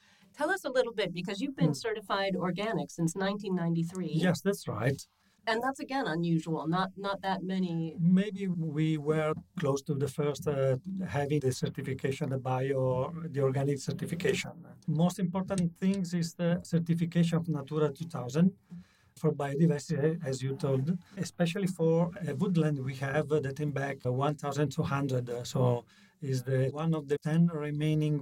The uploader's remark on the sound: Wine2wine Business Forum 2023. Recorded during the Forum held in Verona in November 2023. Wine2wine Business Forum is an international wine business event, held annually in Verona, Italy since 2014.